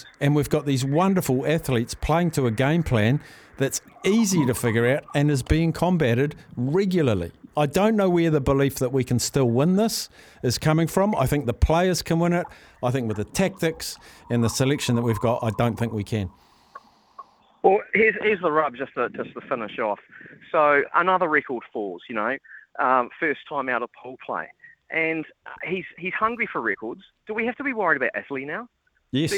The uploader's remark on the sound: goes to the phones to talk to you